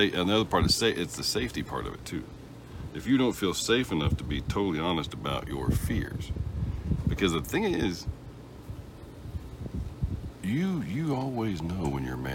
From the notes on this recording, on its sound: Sunday brunch in Key West with some technical difficulties, and later ice cream.